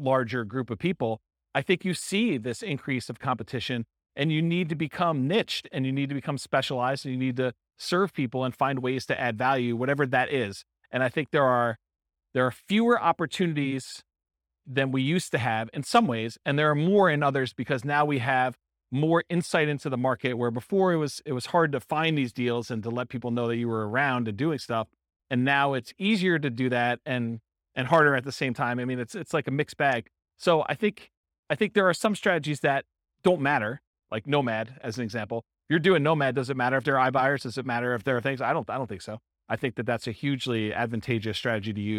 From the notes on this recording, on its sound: This was a live class recorded